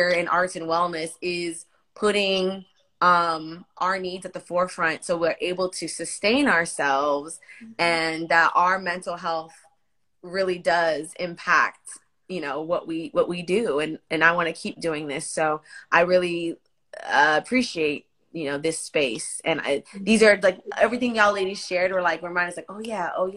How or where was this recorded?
video call